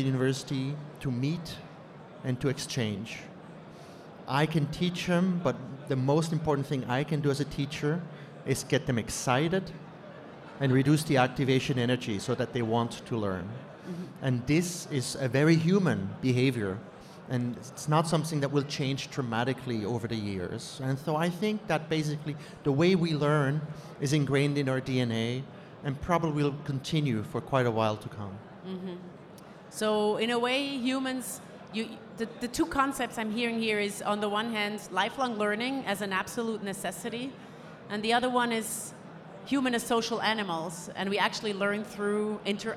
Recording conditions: live audience